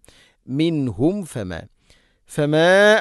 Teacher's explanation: രണ്ട് ചുണ്ട് തമ്മിൽ തട്ടിച്ച് മീമിനെ പൂർണ്ണമാക്കണം